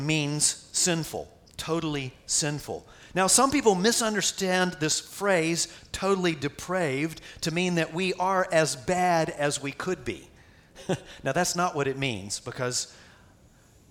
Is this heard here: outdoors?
no